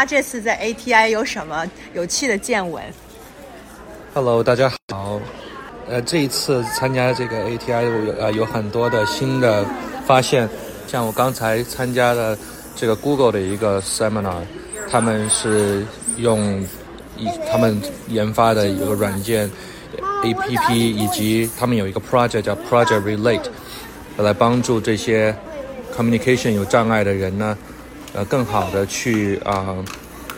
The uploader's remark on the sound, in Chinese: 辅助科技行业协会2024年会见闻。本期播客由三位第一次参加大会的言语治疗师在会议现场为大家带来他们的参会体验和收获。现场收音存在少量背景杂音，建议听众在较安静的环境中播放。